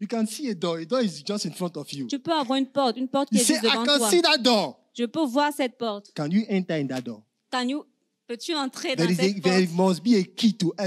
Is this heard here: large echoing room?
yes